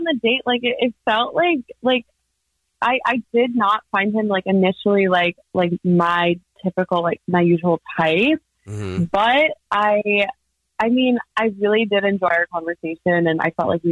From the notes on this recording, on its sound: We get that other person on the phone to see why they're "ghosting". Is on the phone today for his First Date Follow Up.